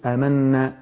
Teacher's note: ومن الناس من يقول آمنا شوف آمنا جبت الغنة جبتها وخدت الحركتين